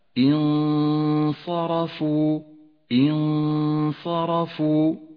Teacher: غنة الإخفاء في هذا الموضع غنة مفخمة، لأن حرف الصاد الذي جاء بعد النون حرف مفخم، والغنة تتبع ما بعدها في الترقيق والتفخيم. الصاد إذن حرف مفخم، والراء حرف مفخم لأنه جاء مفتوحا، والفاء والواو حرفان مرققان. اقرأ هكذا انصرفوا، انصرفوا. · اقرأ كلمة انصرفوا، انصرفوا، ولاحظ حكم الإخفاء في أولها، النون الساكنة وبعدها حرف الصاد. غنة الإخفاء في هذا الموضع غنة مفخمة، لأن حرف الصاد الذي جاء بعد النون حرف مفخم، والغنة تتبع ما بعدها في الترقيق والتفخيم.